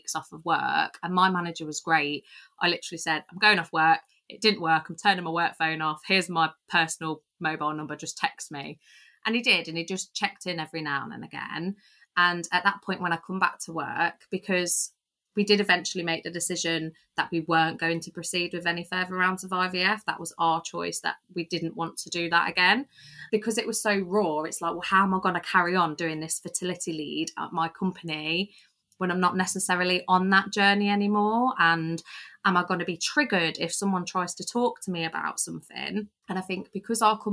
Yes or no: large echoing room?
no